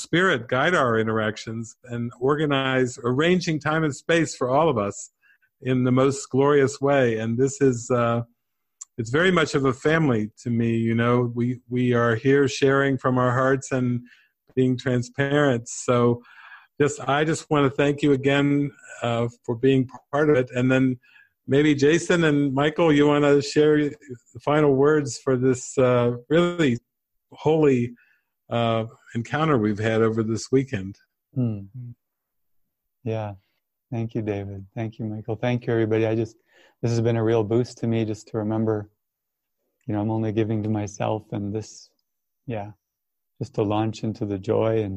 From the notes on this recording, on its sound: This is the closing Q&A session from May's "Awakening from the Dream" online retreat